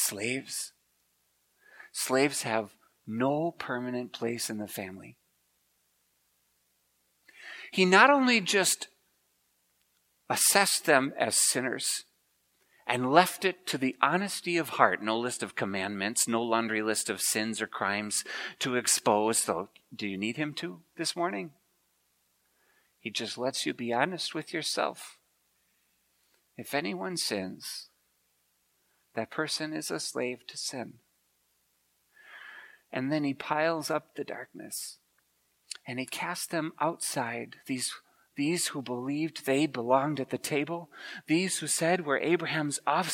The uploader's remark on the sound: preached at Grace Ev.